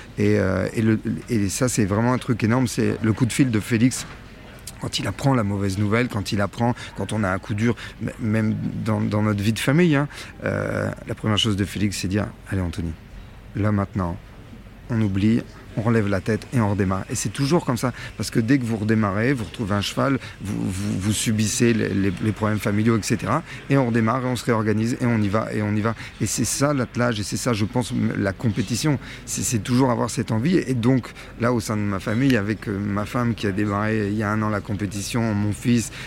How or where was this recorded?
busy venue